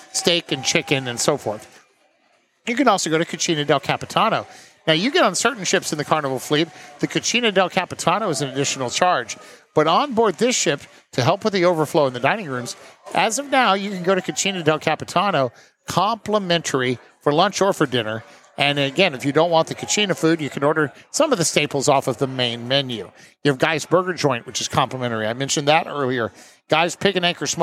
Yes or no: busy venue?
yes